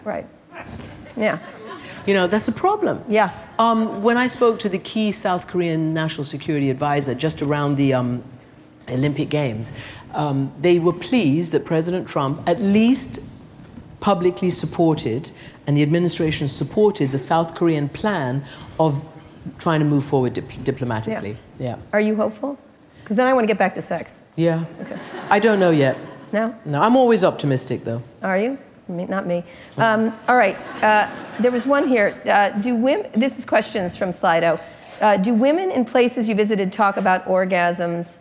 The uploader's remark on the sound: Live from SXSW. Speaking in front of a live audience at South By Southwest 2018.